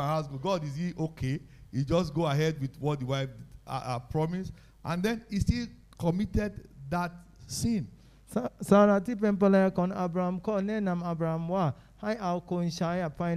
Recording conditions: live audience